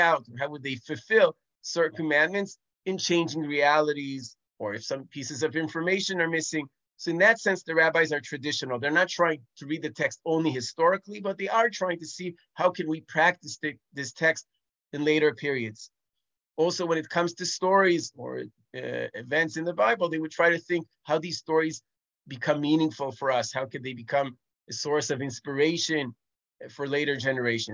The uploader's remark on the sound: This audio was originally captured from Zoom